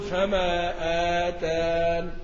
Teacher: فما أتاني في النمل بحذف الياء في الوقف، بمعنى أنه في الوصل يقول ها كحفص، يعني يقرأ فما آتاني الله خير، لكن في حال الوقف يحذف الياء يقول فما آتان